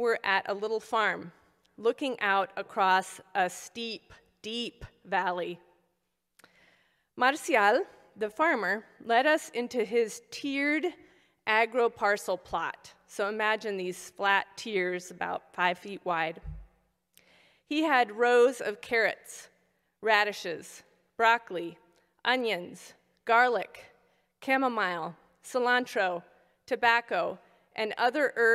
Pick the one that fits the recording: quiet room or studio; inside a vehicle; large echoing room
large echoing room